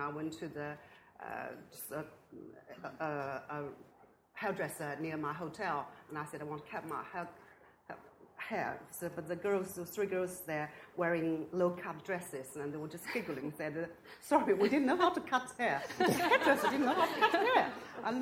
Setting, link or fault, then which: setting, live audience